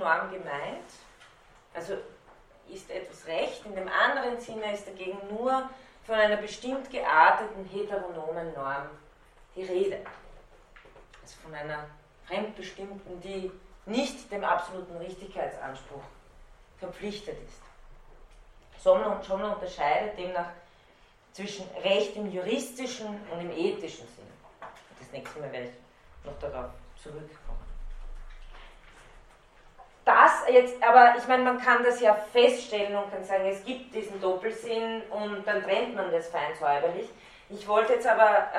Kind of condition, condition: setting, large echoing room